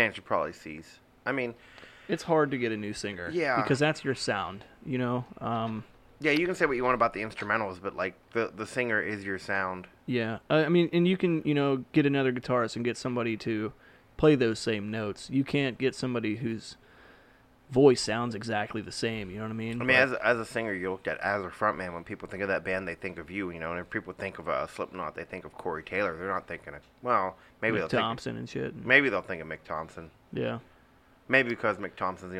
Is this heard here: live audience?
no